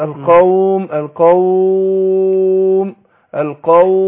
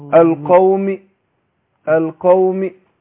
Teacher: لان الحرف الاخير مكسور يبقى فيه اربعه، ثلاثه بالسكون المحض وواحد بالروم